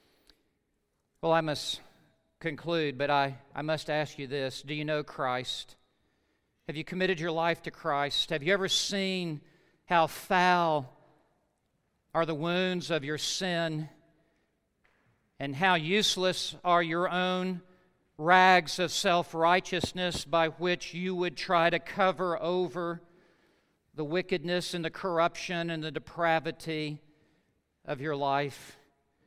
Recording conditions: large echoing room